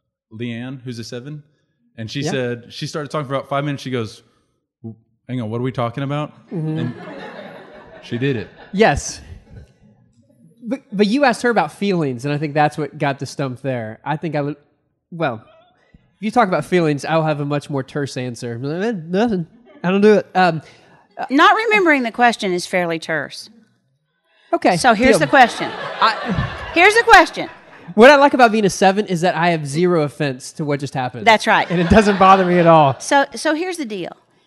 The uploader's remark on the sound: A live audience! This podcast was recorded at The Micah Center in Dallas in front of a small audience.